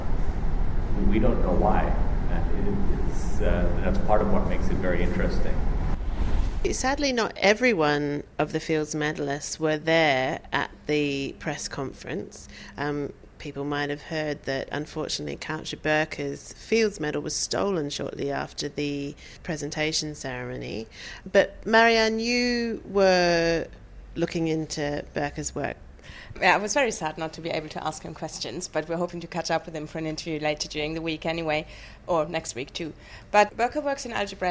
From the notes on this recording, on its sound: Recorded in Rio the day after the prizes were awarded. Hear what they had to say at a press conference.